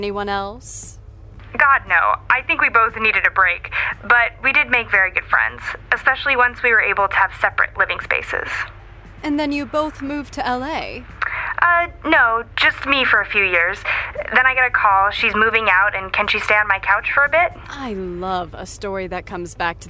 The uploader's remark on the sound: phones in from set